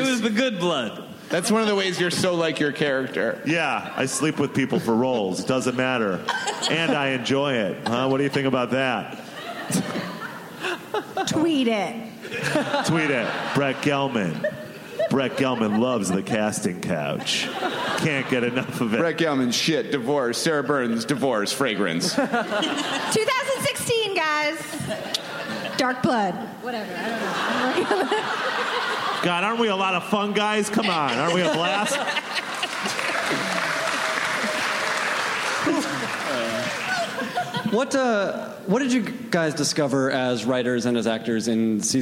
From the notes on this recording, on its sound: FX Comedy Night panels from ATX Television Festival.